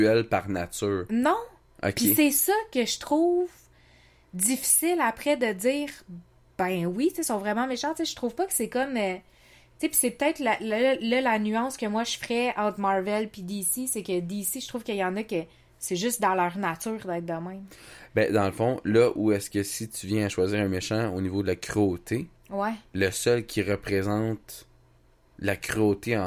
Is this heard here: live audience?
no